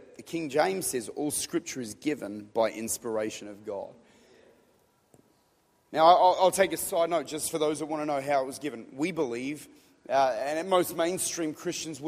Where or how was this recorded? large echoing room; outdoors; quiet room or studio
large echoing room